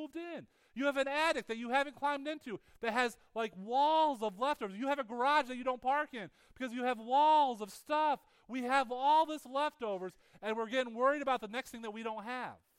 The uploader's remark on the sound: Weekly teaching audio from Higher Hope Church in Big Flats, NY